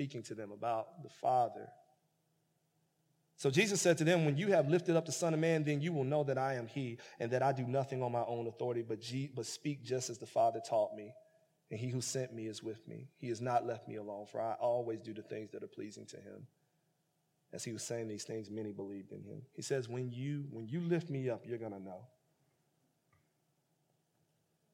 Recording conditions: large echoing room